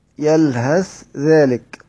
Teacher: دول قرأوها بالإدغام بسبب أن الاتحاد في المخرج، أن الثاء والذال حروف لثوية متجانسة، الظاء والذال والثاء حروف متجانسة، فهذا سبب الإدغام. · Term: إدغام الثاء في الذال